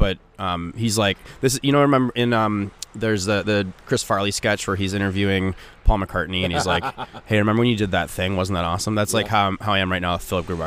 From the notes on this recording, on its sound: from morning skate at American Airlines Center in Dallas